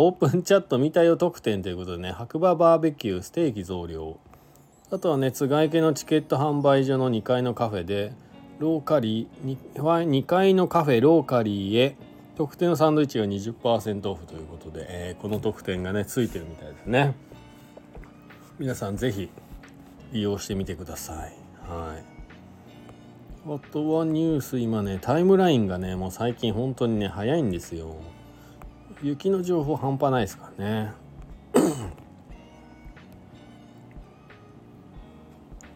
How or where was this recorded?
inside a vehicle